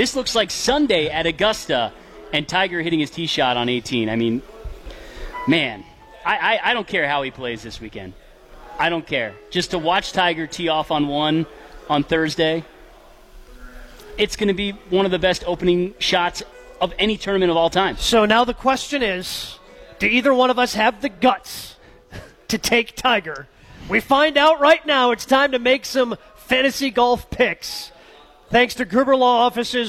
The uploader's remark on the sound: Masters preview live from Fairways of Woodside.